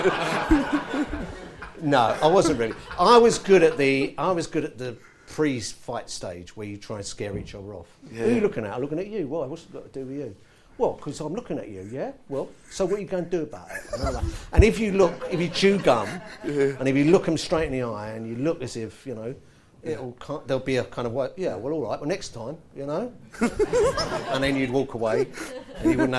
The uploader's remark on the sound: Recorded live at the St James Theatre.